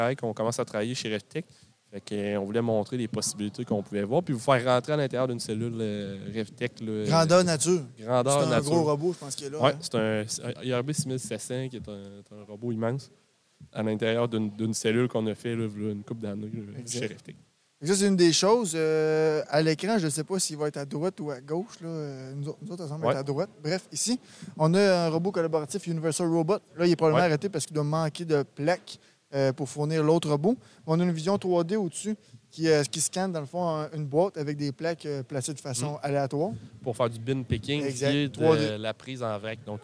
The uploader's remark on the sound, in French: En direct du salon de la robotique et l'automatisation de Ste-Marie